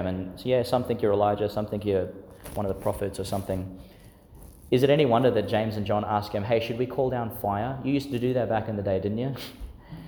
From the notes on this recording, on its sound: Delivered in St Agnes Church, Agnes Waters, Qld.